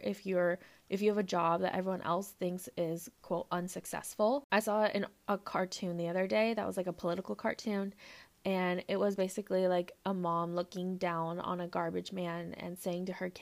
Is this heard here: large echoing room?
no